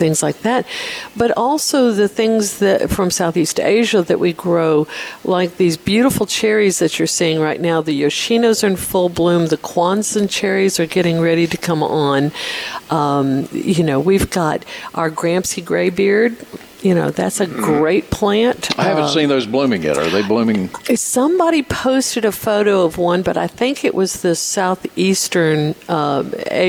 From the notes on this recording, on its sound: broadcasting live from Logan's Trading Company